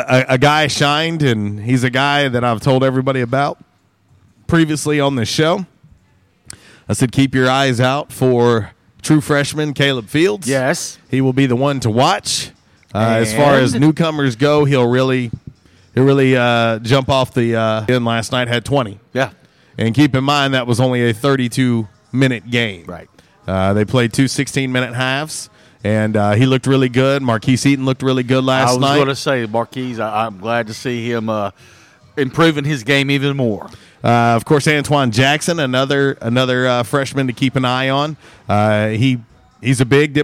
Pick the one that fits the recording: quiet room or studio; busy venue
busy venue